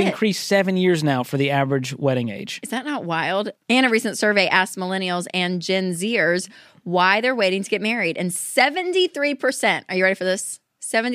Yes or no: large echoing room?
no